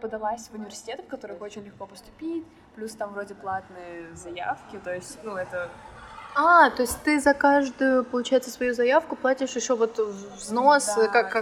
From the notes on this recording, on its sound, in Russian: В этом выпуске не очень хороший звук.